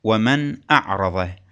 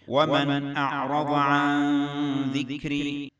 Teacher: النون منفصلة تماما عن الهمزة بدون غنة · Term: الإظهار